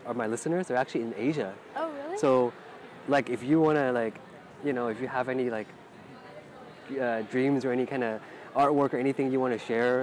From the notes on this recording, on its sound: We recorded the episode outdoors so sorry for the background noise (makes it more natural).